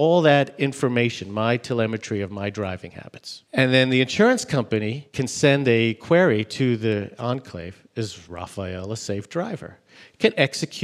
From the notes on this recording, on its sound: joins us live from HPE Discover in Madrid